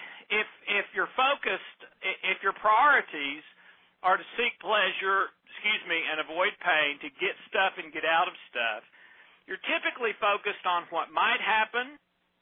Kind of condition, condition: link, phone line